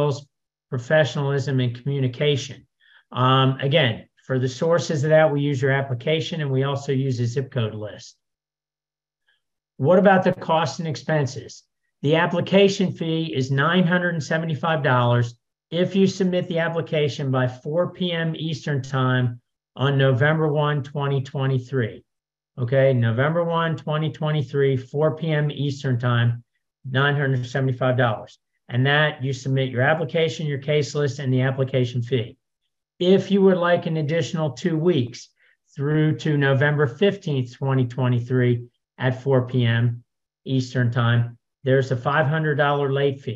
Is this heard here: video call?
yes